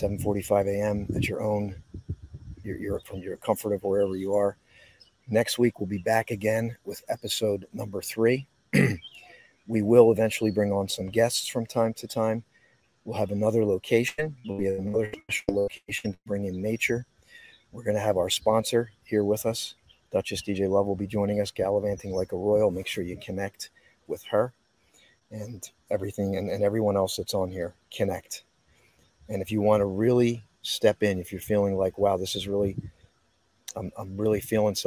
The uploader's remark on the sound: This Episode originally streamed live on location at Boundary Creek Reserve - Moorestown NJ. The audio from this podcast was taken directly from this live stream.